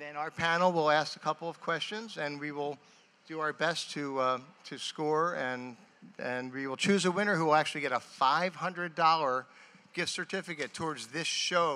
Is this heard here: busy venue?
yes